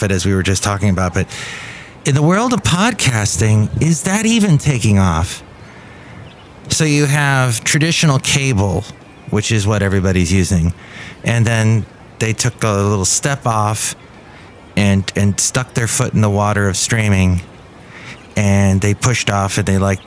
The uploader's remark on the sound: podcasts live from Café Anyway